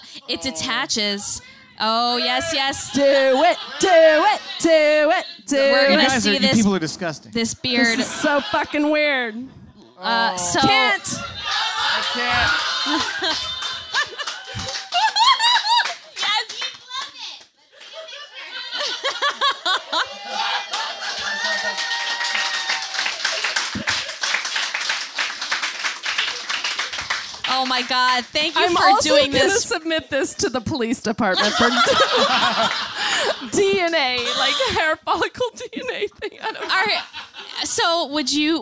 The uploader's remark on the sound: Live at Q.E.D. In Astoria, Queens.